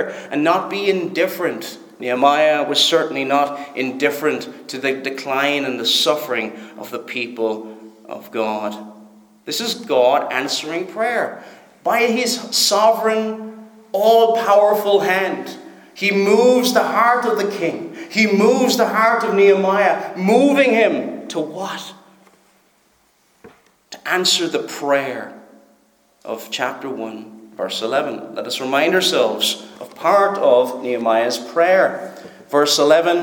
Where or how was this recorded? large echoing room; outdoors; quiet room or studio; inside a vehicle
large echoing room